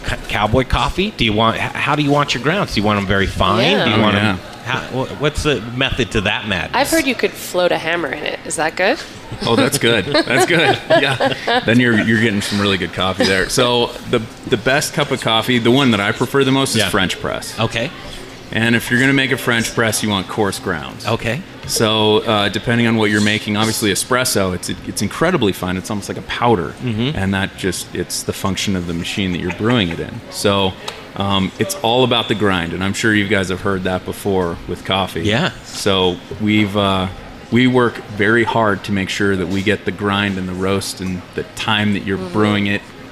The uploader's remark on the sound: The Modern Eater Show live from The Stanley Marketplace.